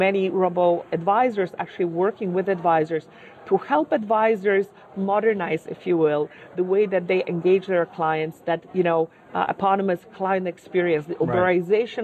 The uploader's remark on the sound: chatted with us at the 2018 Mindpath CETFA ETF Conference